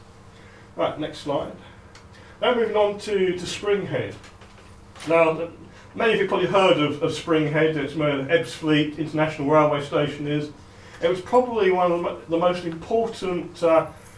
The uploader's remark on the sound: This is an excerpt of a recording of a talk “Sacred Sites in Kent” at the Faversham Speakers Moot. At The Limes Pub in Faversham.